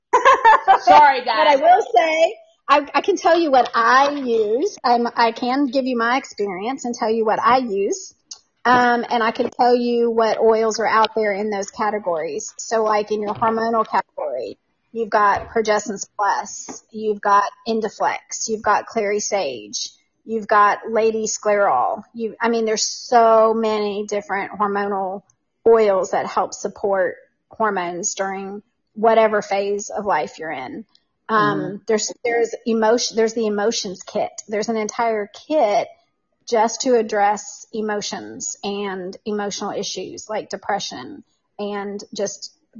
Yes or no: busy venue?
no